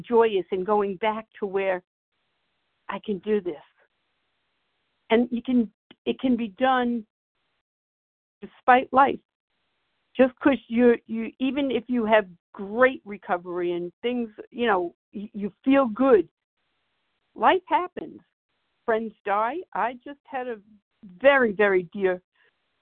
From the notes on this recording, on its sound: from the 100 Pounders Phone Meeting, 1/31/24.